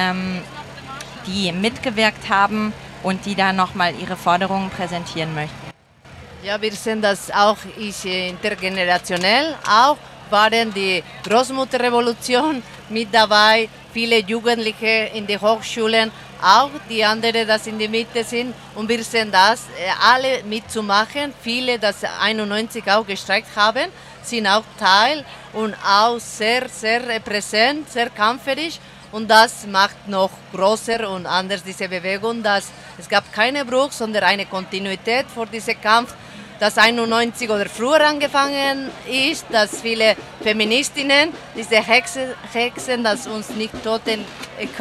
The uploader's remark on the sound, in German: Ihr hört einen Ausschnitt des feministischen Streikradios RADIO von Radio LoRa, welches live von der Demonstration in Zürich berichtete (etwa 100.000 Protestierende!).